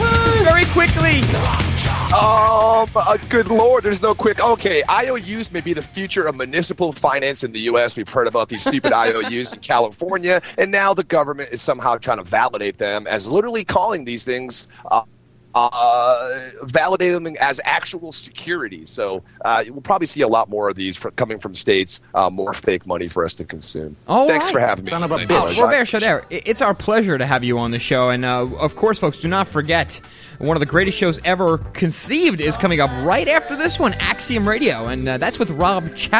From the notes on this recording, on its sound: taking phone calls from fans